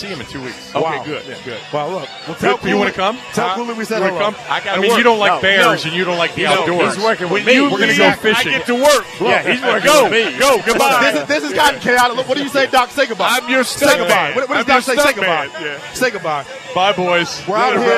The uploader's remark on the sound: Live from the Burgundy & Sold Party.